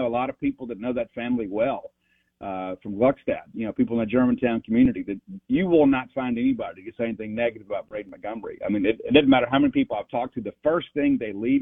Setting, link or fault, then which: link, phone line